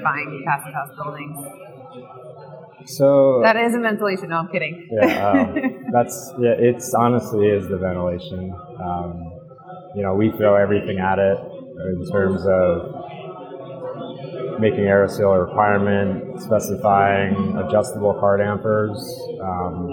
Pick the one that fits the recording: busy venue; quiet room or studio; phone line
busy venue